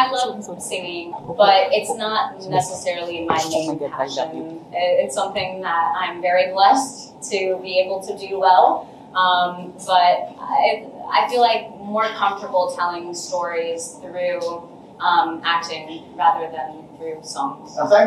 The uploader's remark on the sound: Manila press conference